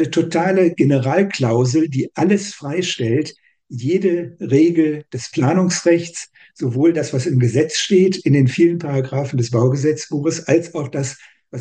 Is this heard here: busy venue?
no